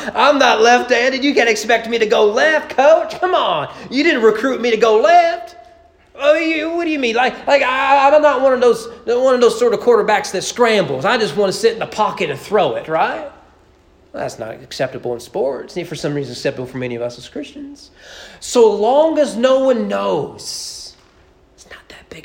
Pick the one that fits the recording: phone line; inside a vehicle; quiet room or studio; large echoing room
large echoing room